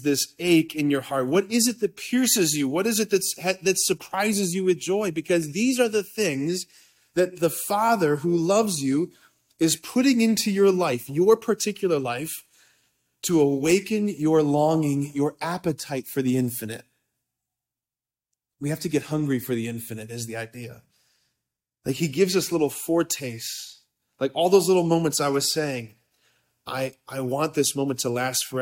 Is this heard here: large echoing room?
yes